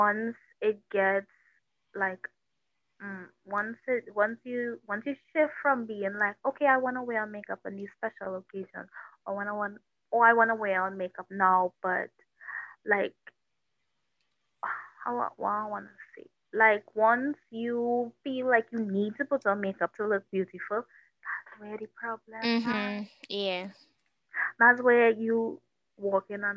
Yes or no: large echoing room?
no